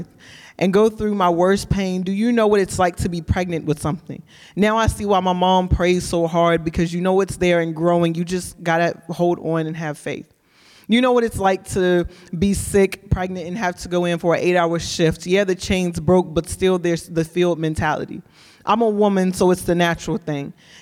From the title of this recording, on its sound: Live Show